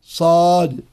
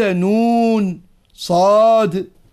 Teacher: بإظهار الصفير في السين وإظهار الإطباق في الصاد، فبهاتين الصفتين يفترقان، واللفظ بالصاد أقوى وأكثر تكلفا على اللسان لما فيها من الإطباق والاستعلاء، فيجب إذا قرأ القارئ كلمة بالصاد أن يأتي بها مطبقة